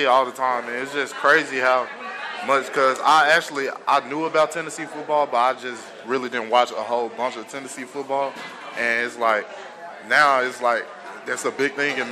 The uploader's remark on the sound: Tennessee Prime is live from Gus's World Famous Fried Chicken.